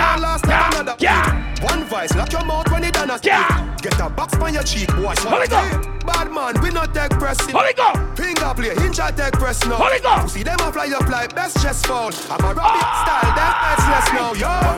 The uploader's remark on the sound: LIVE AT CHACHA FRIDAYZ 8TH APRIL 2022